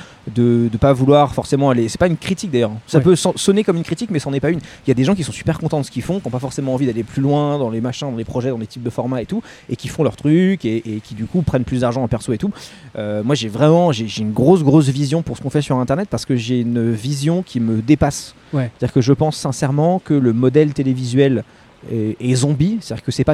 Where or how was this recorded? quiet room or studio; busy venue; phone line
busy venue